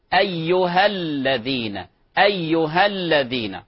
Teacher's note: تحذف الألف في حال الوصل، فنقول أيها الذين، أيها الذين، طيب في حال كذلك أيها الثقلان.